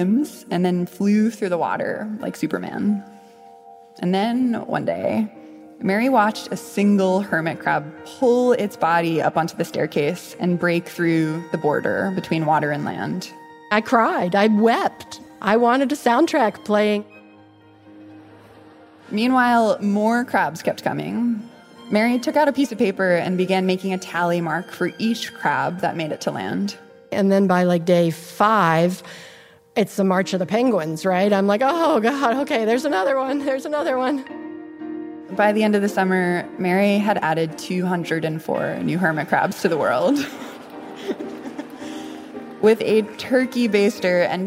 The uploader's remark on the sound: Is a story she told live on stage at Pop-Up Magazine. As a part of their Fall of 2022 tour.